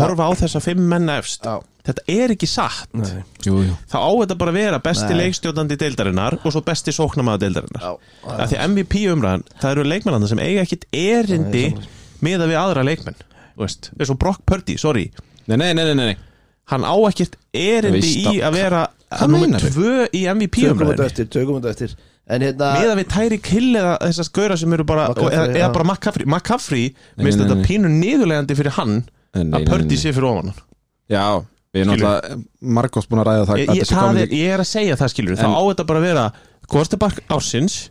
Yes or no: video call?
no